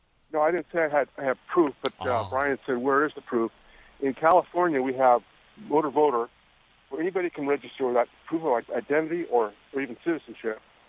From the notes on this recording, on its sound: Open the phones to hear what our listeners think of the election.